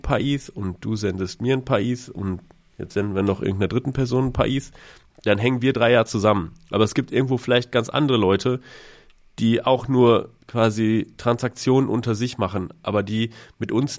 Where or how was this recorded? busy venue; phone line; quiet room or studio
quiet room or studio